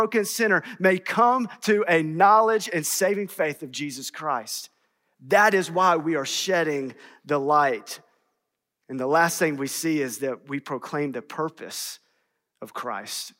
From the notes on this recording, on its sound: in #SWBTSChapel on March 8th, 2022.